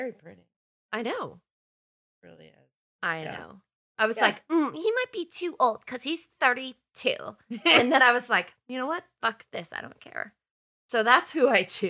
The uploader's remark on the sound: there are some audio issues with this episode